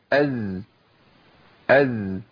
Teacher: طرف اللسان مع ما بين اطراف الثنايا العليا والسفلى، اقرب السفلى · Term: ازاي